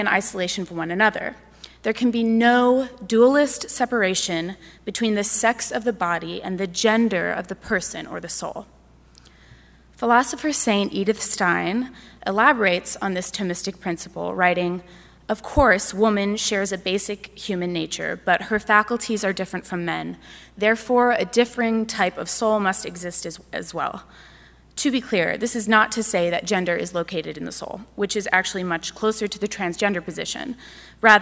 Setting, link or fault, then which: setting, live audience